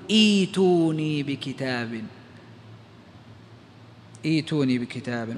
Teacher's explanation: ثم عندنا قاعدة أخرى وهي قاعدة البدل، إذا اجتمع همزتان الثانية منهما ساكنة فنبدل الثانية حرف مد من جنس حركة الهمزة الأولى